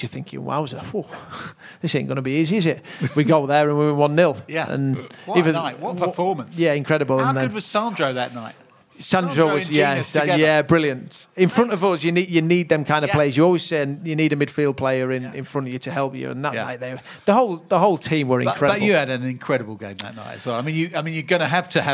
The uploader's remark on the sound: the very special live show recorded at the Albany, Great Portland Street